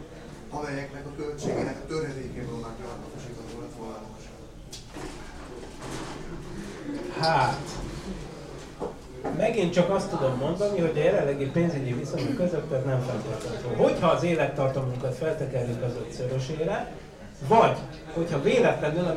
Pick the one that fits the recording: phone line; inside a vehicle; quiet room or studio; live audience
live audience